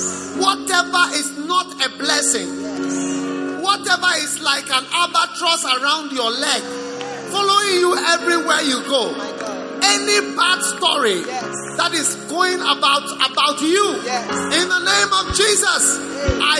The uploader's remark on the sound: Preached at the Prophetic Encounter Service.